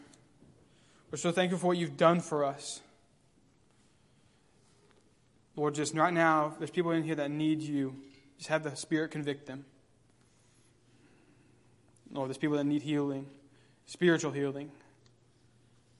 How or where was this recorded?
large echoing room